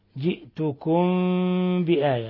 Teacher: ميم ساكنة جاء بعدها حرف الباء الحكم التجويدي إخفاء شفوي